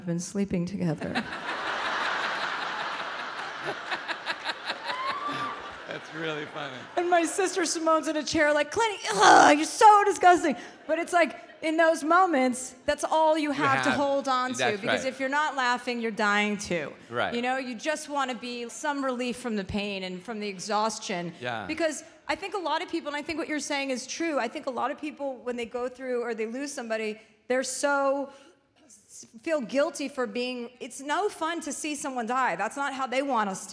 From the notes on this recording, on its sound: live in Chicago for a second show